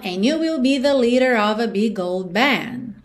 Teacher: OF sempre com som de OV